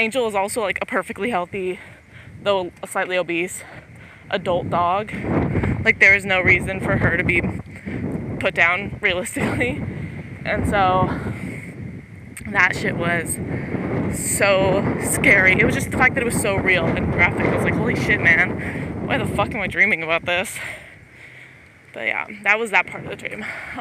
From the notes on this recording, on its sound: the audio is shit, I’m literally walking through a wind storm.